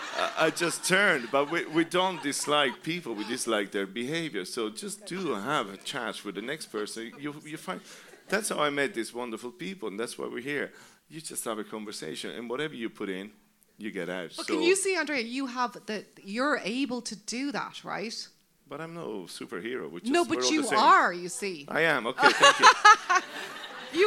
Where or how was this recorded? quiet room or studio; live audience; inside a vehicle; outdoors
live audience